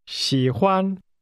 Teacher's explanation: 喜欢。 That's pronounced with a falling, rising tone, followed by a high level tone